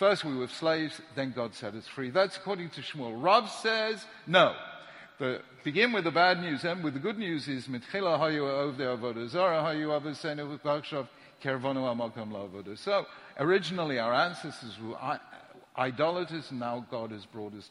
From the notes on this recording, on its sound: The following shiur was recorded at Yeshiva University on 26th March 2017